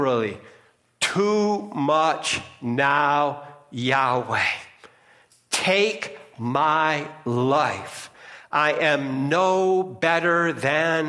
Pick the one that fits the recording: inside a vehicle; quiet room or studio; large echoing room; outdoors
large echoing room